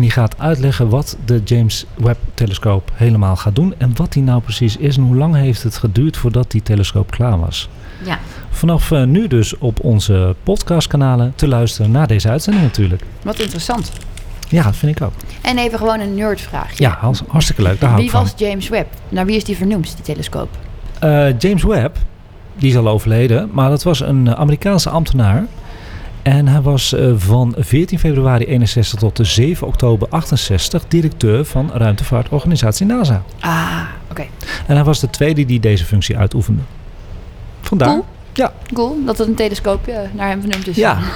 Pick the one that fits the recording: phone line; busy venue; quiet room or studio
busy venue